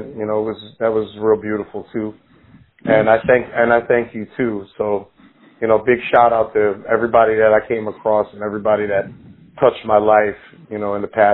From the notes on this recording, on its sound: On the phone.